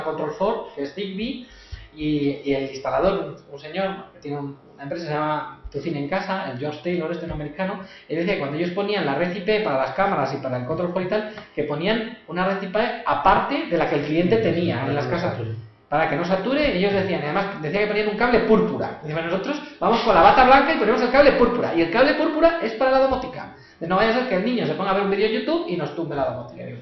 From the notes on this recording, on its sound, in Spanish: Contenido de audio grabado durante la Open Class